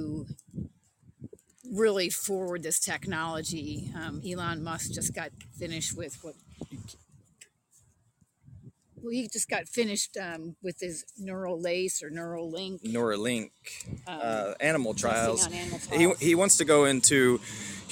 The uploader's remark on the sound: Experimental live show while on a long walk